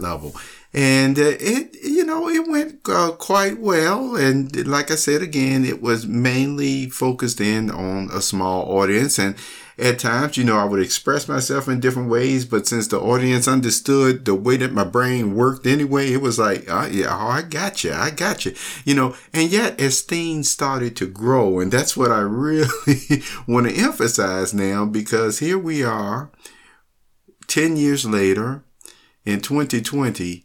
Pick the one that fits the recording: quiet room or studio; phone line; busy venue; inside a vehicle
quiet room or studio